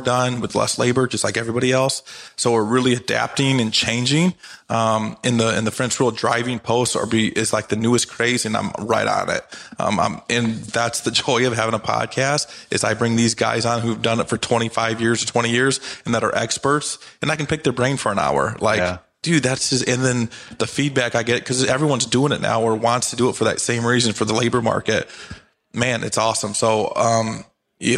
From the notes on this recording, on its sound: LIVE from Auman HQ at the Pod Summit 2023